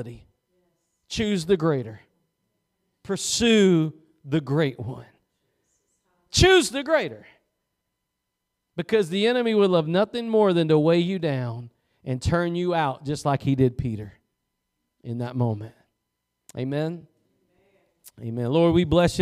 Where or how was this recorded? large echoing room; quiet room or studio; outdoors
large echoing room